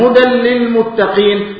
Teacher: المثال الثاني وهو مثال التنوين، ها، في أول سورة البقرة، فيه هدى للمتقين، ها، هدى للمتقين، هدى للمتقين، تنوين وبعد حرف الايه؟ حرف اللام، هدى للمتقين بدون غنة وبدون أن تقف على اللام